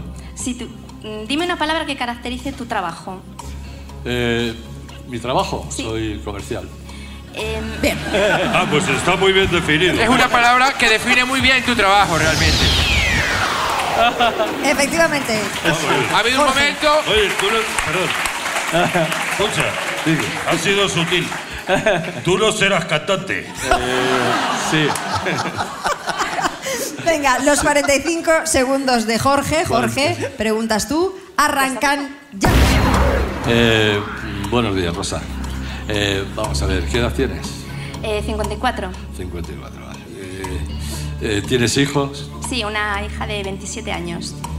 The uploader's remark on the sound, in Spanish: Las Mañanas KISS en directo desde VALLADOLID. Nuestro programa en directo desde el Museo de la Ciencia de Valladolid.